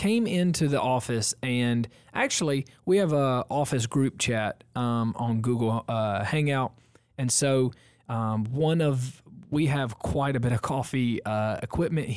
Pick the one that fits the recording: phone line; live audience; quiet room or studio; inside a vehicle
quiet room or studio